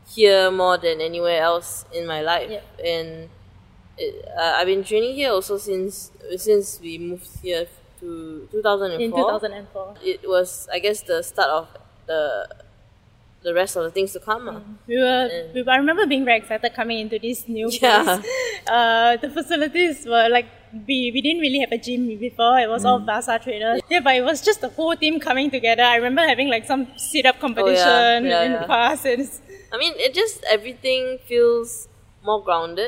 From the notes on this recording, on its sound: In this recording at Farrer Park itself.